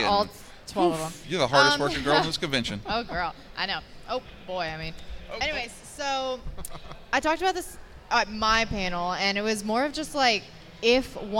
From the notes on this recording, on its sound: Live from the 2024 Fan Expo New Orleans. Live from the 2024 Fan Expo New Orleans, I host a panel focusing on "Fave Fan Con Experiences."